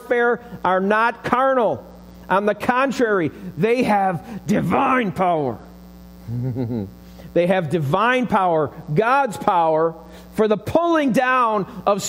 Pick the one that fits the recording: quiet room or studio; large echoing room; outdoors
large echoing room